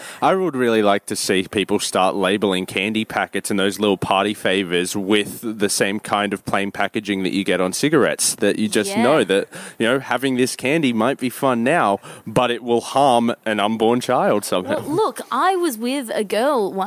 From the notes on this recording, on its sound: Recorded in situ at the Victoria Hotel during the 2016 Melbourne International Comedy Festival.